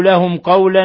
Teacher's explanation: ميم ساكنة جاء بعدها القاف إظهار شفوي